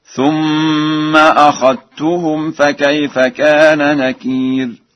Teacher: قرأ ورش أخذتهم بالإدغام، أي بإدغام الذال في التاء